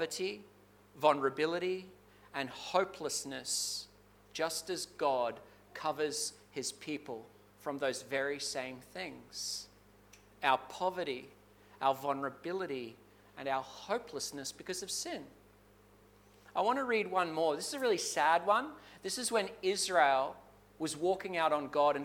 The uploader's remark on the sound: Clarence Valley Community Church. This sermon was preached at South Grafton and Maclean.